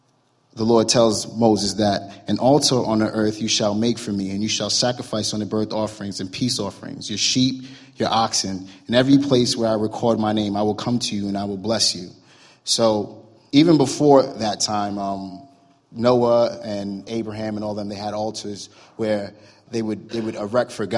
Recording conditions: large echoing room